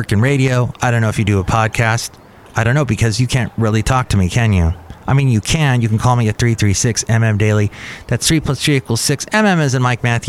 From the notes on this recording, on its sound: podcasts live from Cafe Anyway